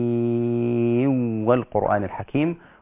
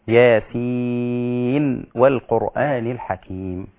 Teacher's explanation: اذا وصل يدغم نون ياسين في واو والقرآن · Shown in: first take · Term: الإدغام